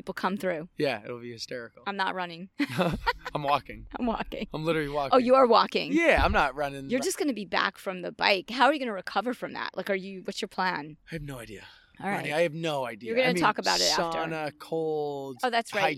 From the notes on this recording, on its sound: Sweet Honey Farm, in the horse coral